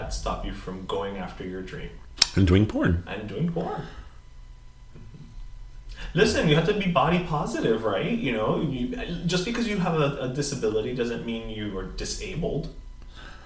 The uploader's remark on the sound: We sorta had to record in a hurry of sorts, so yeah, echo.